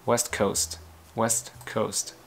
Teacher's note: Cái từ west coast đấy nói bật ra cả âm st đằng sau.